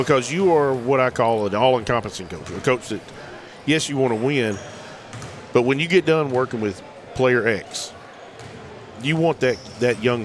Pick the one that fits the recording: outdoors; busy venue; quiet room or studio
busy venue